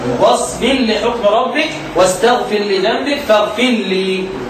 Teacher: سيدنا ابو عمرو يدغم الراء المجزومه في اللام